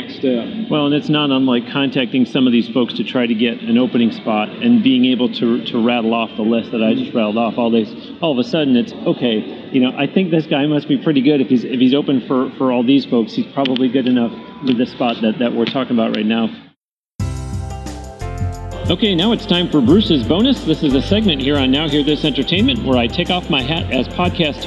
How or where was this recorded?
busy venue